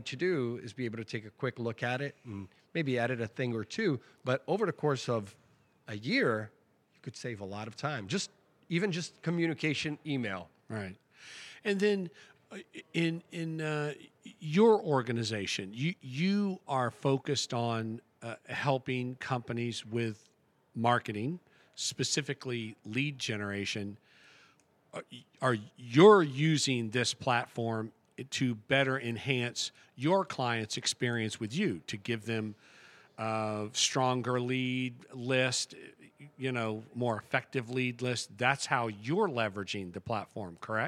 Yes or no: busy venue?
yes